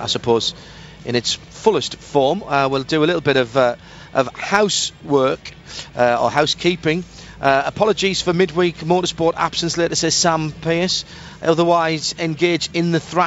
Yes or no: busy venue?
yes